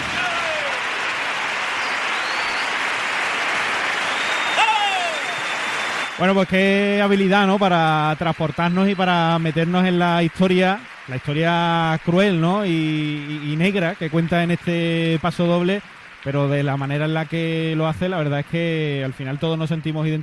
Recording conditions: live audience